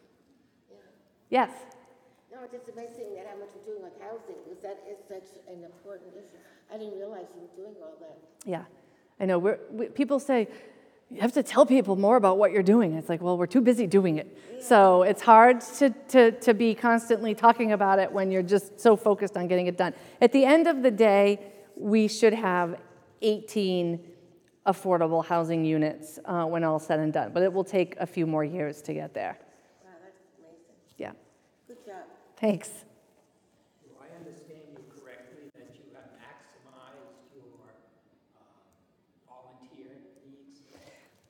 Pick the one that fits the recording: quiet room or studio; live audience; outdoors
live audience